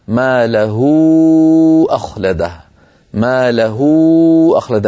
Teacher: ويلحق بالمد المنفصل مد الصلة الكبرى، وهو كالصلة الصغرى، يعني هاء ضمير وقع بين متحركين لكن صادف أن كان الحرف الذي بعدها همزة قطع، نحو قوله تعالى: يحسب أن ما له أخلده، ما له أخلد، فنمده بمقدار المنفصل، يعني أربع حركات أو خمس حركات، واسمه صلة كبرى.